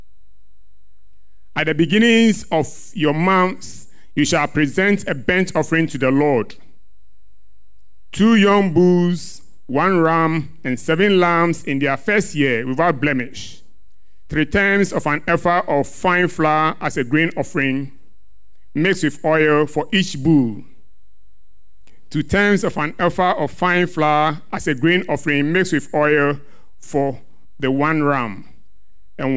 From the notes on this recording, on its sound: Sermon preached at CBC Shiashie Campus